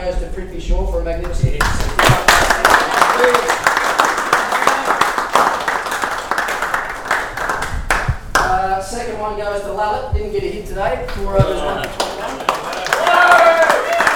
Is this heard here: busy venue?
yes